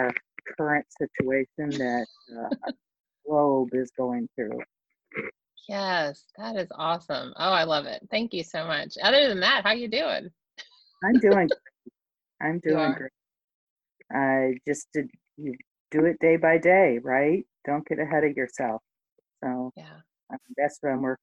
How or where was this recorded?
video call